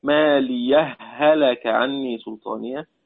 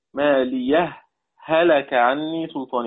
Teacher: الوجه الأول بإدغام مثلين صغير، هاء ساكنة بعدها متحركة، ماليه هلك عني سلطانية، أو بالإظهار أو ما يسمى بالسكت، ماليه هلك عني سلطانية، بفصل هذه الهاء عن هذه الهاء فلا ندغمهما · Shown in: second take · بالوجهين، بالوجهين لجميع القراء.